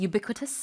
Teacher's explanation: The stress is on the b.